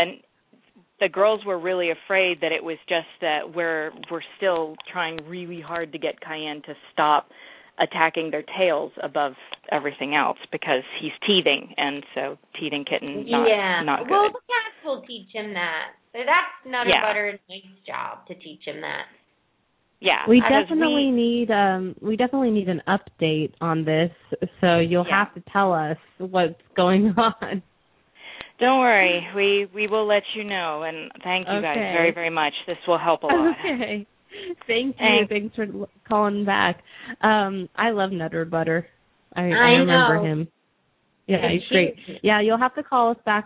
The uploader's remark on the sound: open up the lines for listeners to call